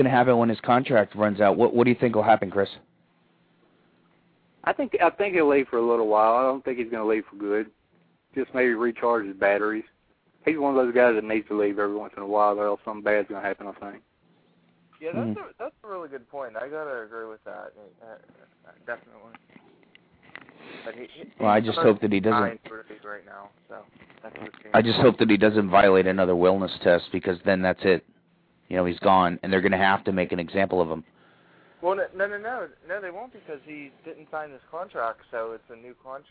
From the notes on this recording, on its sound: A special 1 hour call-in only show. Open the phone lines for the whole show.